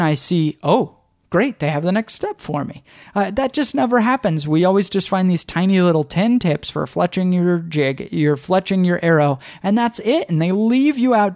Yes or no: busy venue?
no